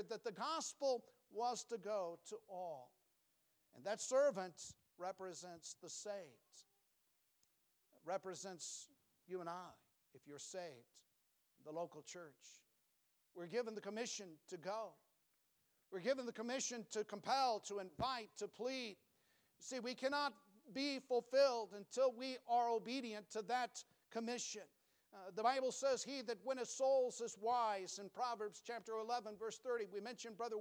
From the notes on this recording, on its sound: Preached from the pulpit of Valley Bible Baptist Church